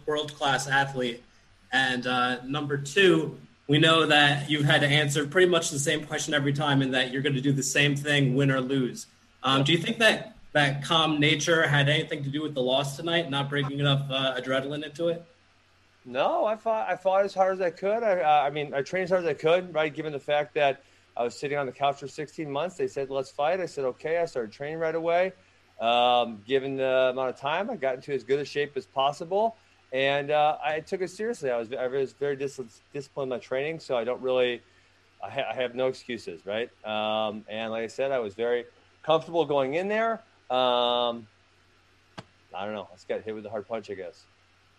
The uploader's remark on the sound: Press Conference